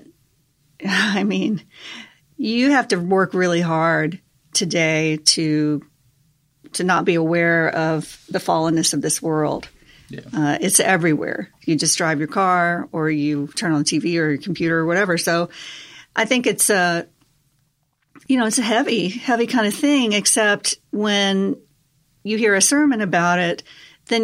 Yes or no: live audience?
no